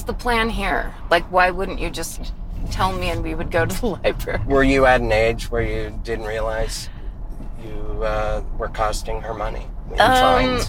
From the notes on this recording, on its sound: back in the car!